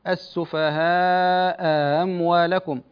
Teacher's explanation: فيسهل المفتوحة بينها وبين الألف · Term: تسهيل